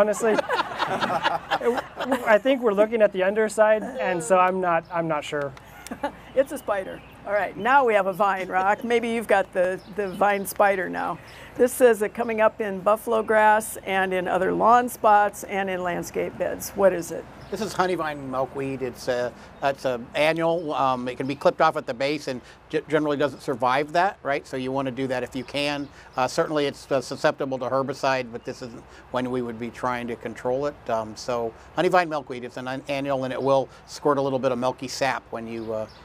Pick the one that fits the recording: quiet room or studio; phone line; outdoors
outdoors